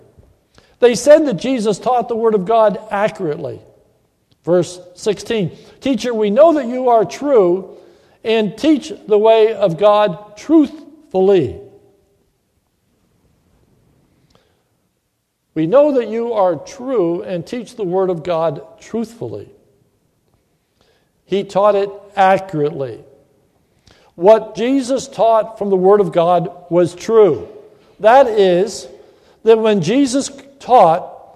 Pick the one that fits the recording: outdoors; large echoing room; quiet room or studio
large echoing room